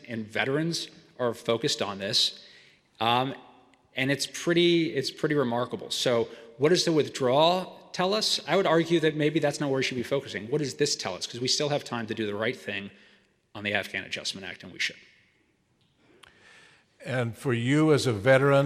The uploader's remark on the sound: Speaking at the Westminster Town Hall Forum in Minneapolis, Minnesota. He spoke in front of a live audience at the Westminster Town Hall Forum in Downtown Minneapolis on April 18, 2023.